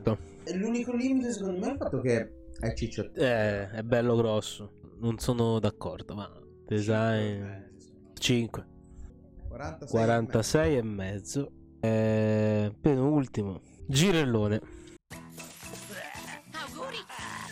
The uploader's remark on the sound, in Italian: Scusate per l'audio inascoltabile, errore molto poco professionale.